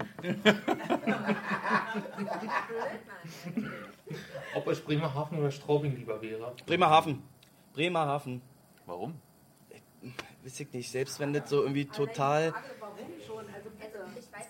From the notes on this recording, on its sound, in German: Der Live-Livepodcast. Es hatten sich auch ein paar Zuschauer, pardon, Live-Livezuhörer im Pressekonferenzraum der Mercedes-Benz Arena versammelt.